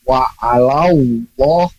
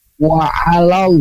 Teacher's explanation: jangan ada waw di antara lam dengan lamnya · Shown in: second take